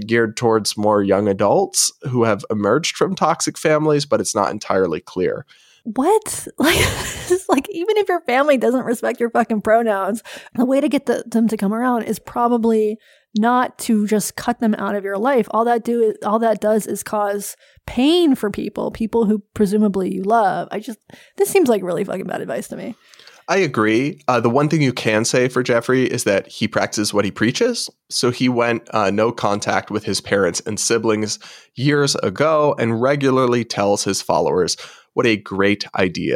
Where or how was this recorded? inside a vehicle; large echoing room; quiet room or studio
quiet room or studio